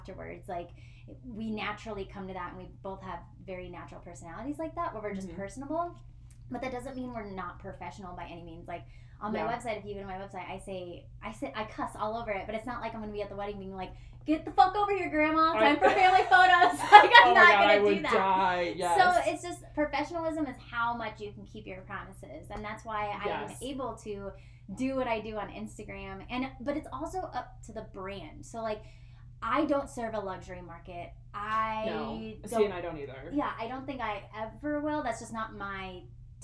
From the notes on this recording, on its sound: Bare with us as we are still learning how to properly record a podcast/volume control LOL